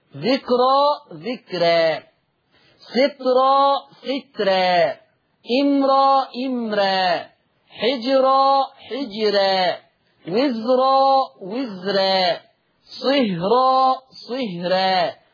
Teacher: نقراهم بالتفخيم ونقراهم بالترقيق لورش · Term: التفخيم والترقيق